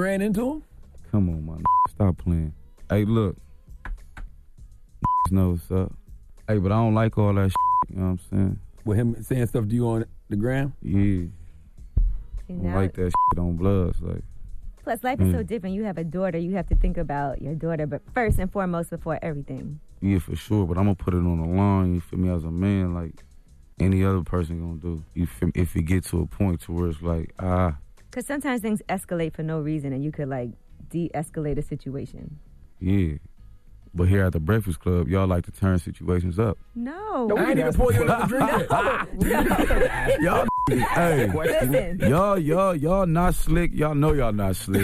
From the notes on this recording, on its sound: we opened up the phone lines to see what our listeners would do